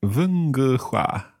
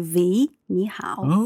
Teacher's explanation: the W sound becomes more like a V sound · Term: Northern Chinese accent